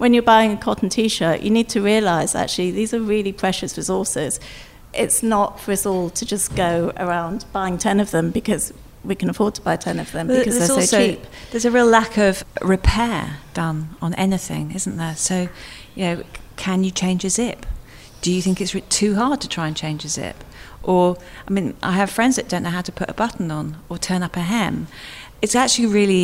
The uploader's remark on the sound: Recorded in the Knightsbridge store of Harvey Nichols.